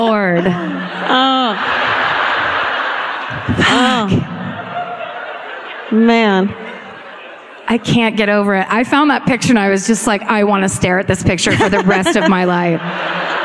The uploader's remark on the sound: Live at the Riverside Theater in Milwaukee (2017)